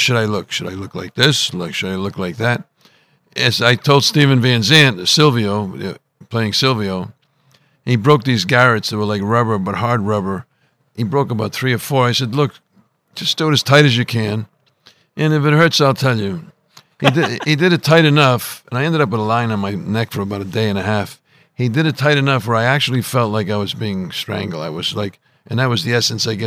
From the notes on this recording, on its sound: live from Sopranos Con